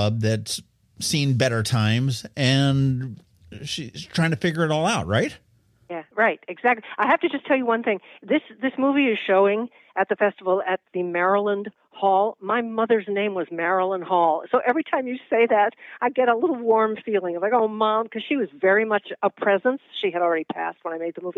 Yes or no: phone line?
yes